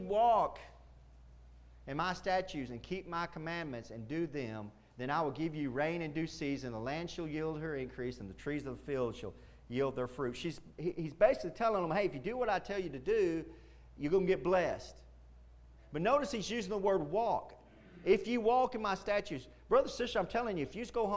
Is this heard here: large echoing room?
yes